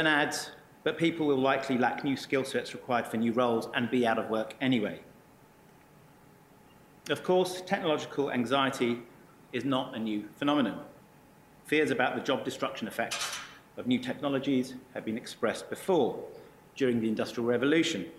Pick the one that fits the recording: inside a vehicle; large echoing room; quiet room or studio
large echoing room